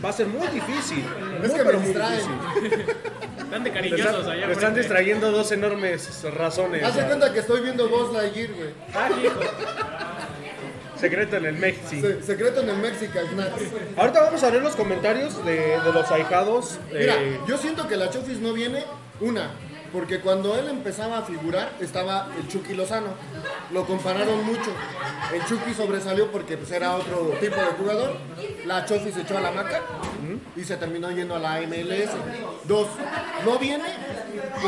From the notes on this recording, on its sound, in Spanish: EN VIVO DESDE EL MEXISNACKS